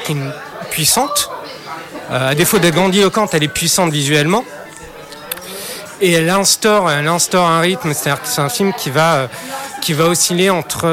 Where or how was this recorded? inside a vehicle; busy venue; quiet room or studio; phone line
busy venue